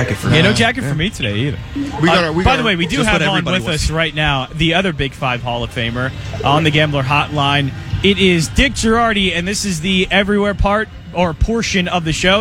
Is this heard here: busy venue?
yes